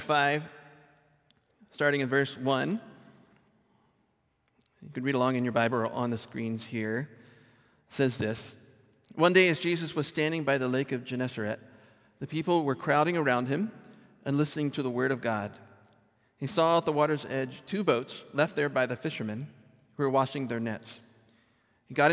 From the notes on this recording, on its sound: Recorded at our Sunday gathering on November 26th, 2023 in Port Orchard WA